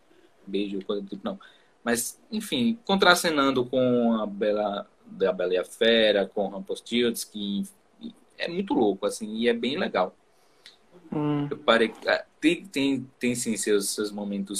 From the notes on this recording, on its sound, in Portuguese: Esse episódio surgiu de uma Live que fiz no instagram